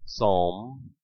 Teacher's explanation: The P was never, ever pronounced in English.